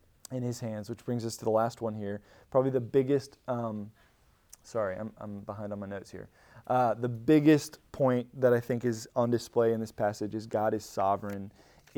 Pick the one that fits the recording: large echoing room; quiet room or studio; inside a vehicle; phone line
large echoing room